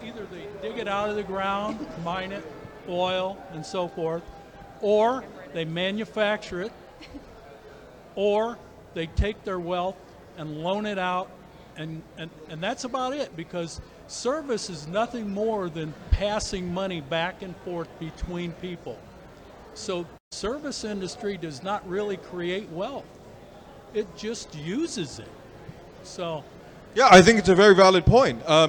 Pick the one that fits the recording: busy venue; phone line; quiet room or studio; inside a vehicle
busy venue